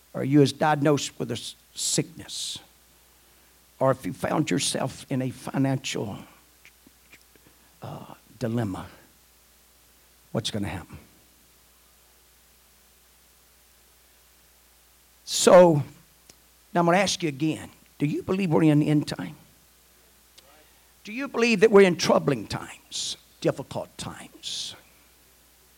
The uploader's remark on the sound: at the First Jesus Name Church of Benndale on the Wednesday night of 2 - 21 - 2024